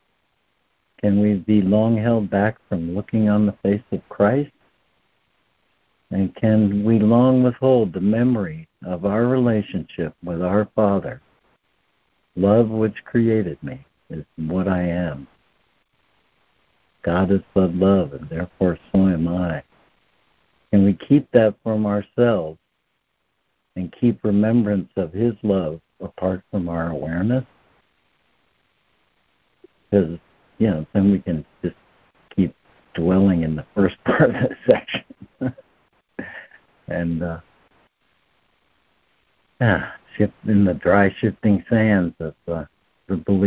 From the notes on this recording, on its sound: ACIM Daily Conference Call